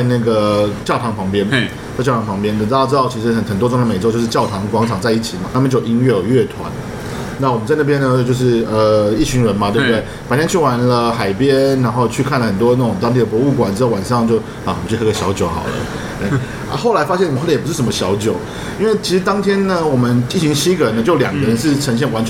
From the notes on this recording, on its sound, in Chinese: 本集白噪音指數：蚊風級 1/5。ABV Bar & Kitchen 內的精釀啤酒們也都安安份份地被收在冰櫃中。錄音地點： ABV Bar & Kitchen 台北日式居酒館。